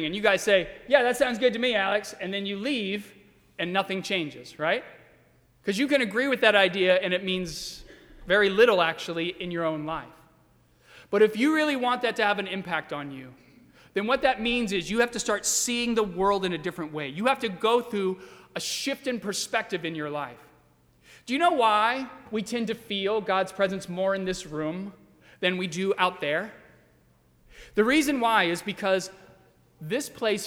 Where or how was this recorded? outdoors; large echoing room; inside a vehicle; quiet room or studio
large echoing room